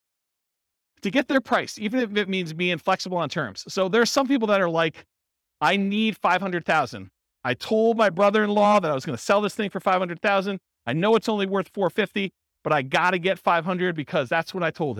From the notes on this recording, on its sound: Real estate entrepreneurs in New Haven, Connecticut. This was a live class recorded. The live in-person version.